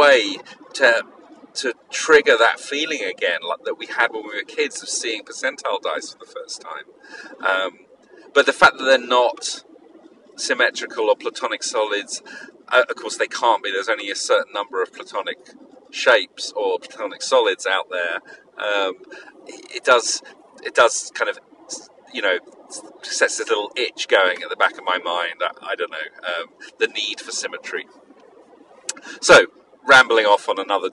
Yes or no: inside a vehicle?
yes